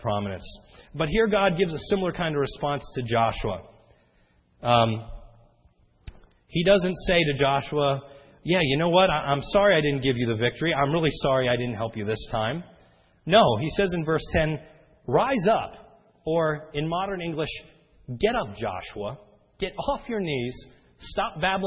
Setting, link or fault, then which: setting, large echoing room